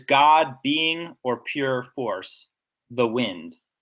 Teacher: So God is stressed. I think the first part of being is stressed, pure force, and the wind. I think those are all stressed. · Term: stressed syllables